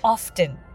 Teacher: ボストン、その東寄りは t を言って often と言っていました